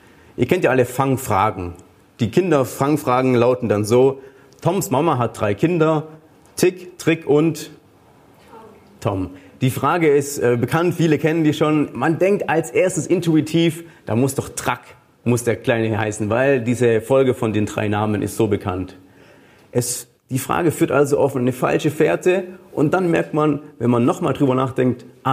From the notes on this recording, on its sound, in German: Die Aufzeichnung wurde im Rahmen eines Live-Stream Gottesdienst aufgenommen.